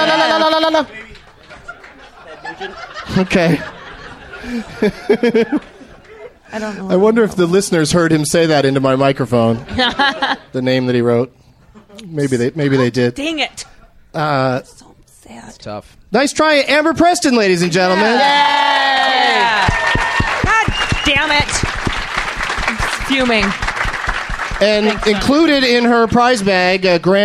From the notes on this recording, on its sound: Recorded live at the Acme Comedy Club in Minneapolis, Minnesota on March 31st, 2012.